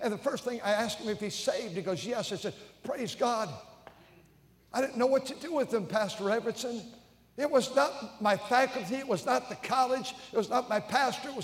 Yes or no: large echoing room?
yes